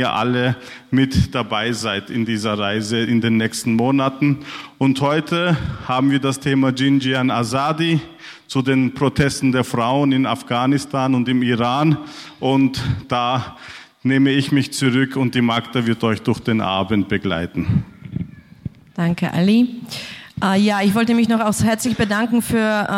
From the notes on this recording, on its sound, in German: Pölten bringt den Mitschnitt einer Veranstaltung der TangenteStadtprojekte vom 18. Im KulturheimNORD St.